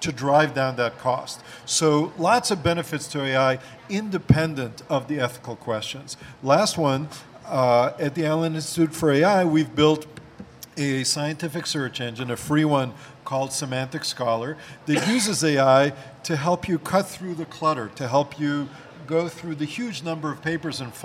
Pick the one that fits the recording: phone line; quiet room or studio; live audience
live audience